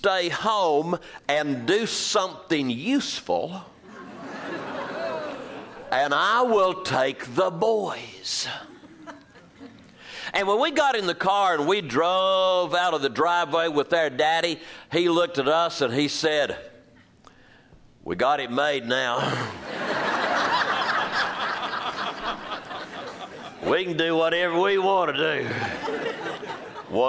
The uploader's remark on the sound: Live from Fearrington Village